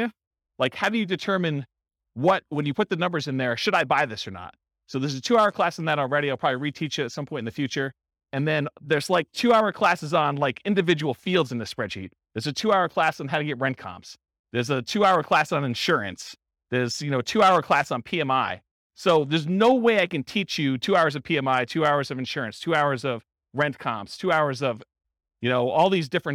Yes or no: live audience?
yes